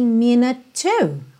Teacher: Como minute termina com E mudo, o último som então é o da letra T, que já junta no próximo T da palavra to. Então a gente tem minute to, ok?